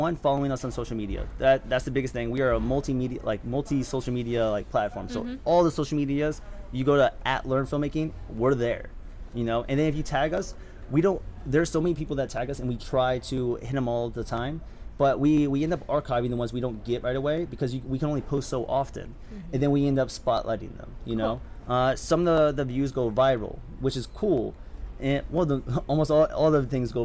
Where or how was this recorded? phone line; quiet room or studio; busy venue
busy venue